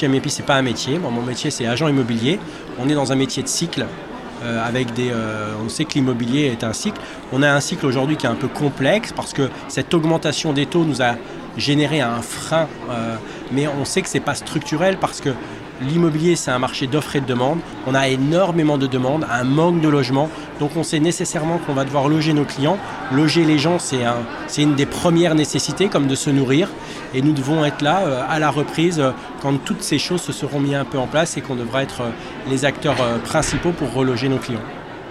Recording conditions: busy venue